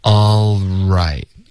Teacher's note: 结尾的 t 呢我们会省略